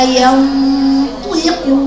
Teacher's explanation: الطاء مكسورة مع أنها مستعلة مطبقة لكن إيه مكسورة